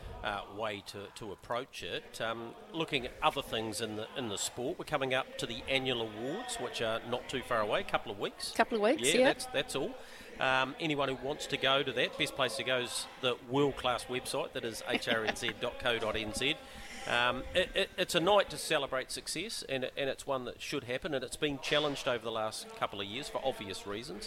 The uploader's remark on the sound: Trots Talk Karaka OB. At the Karaka sales.